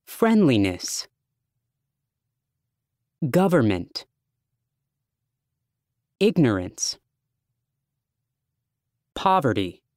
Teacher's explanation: Stress on first syllable.